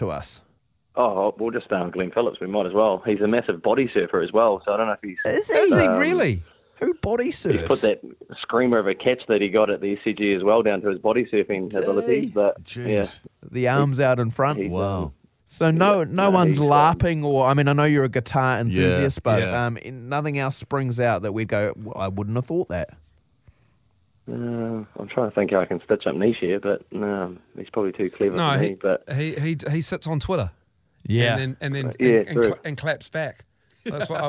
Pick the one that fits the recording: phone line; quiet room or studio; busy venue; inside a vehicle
phone line